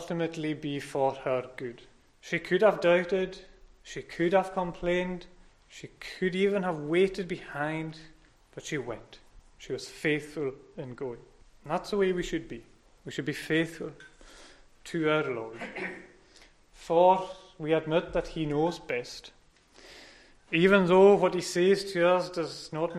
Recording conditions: large echoing room